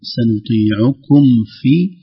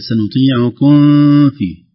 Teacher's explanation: بدون غنة في الميم · Shown in: first take · سنطيعكم في بعض الأمر، ليست سنطيعكم في، بدليل أن الميم عليه علامة السكون، علامة السكون هذه على أي حرف تدل على أنه ليس فيه غنة أبدا، حرف ظاهر تماما.